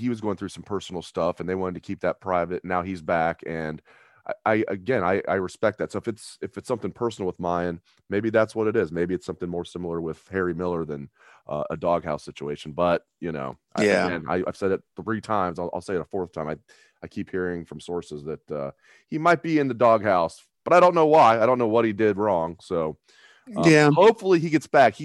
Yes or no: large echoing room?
no